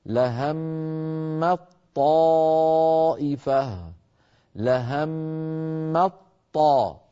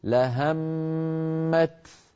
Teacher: فندغم التاء في الطاء يعني نحول التاء إلى طاء وننطق بطاء مشددة · Shown in: first take